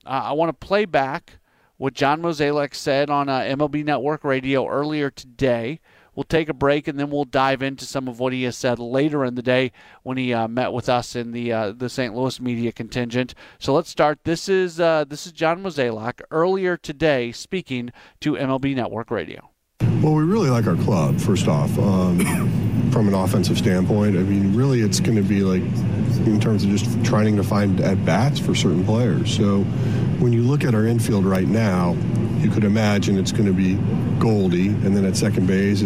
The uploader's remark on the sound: broadcasts live from the MLB Winter Meetings in Nashville